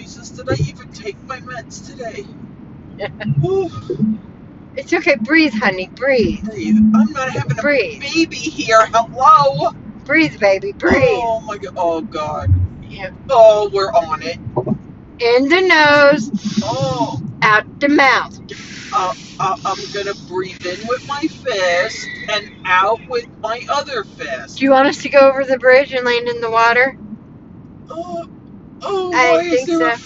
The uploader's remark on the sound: 2 girls in a car driving to Georgia at 2 am